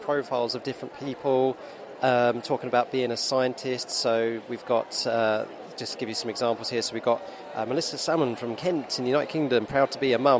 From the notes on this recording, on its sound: A special episode recorded on-location at the Norwich Forum for the Norwich Science Festival.